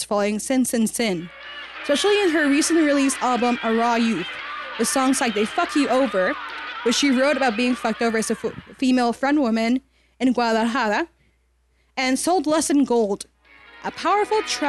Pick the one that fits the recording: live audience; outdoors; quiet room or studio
live audience